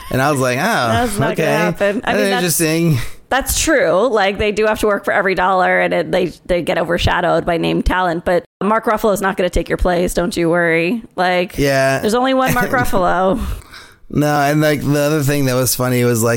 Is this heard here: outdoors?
no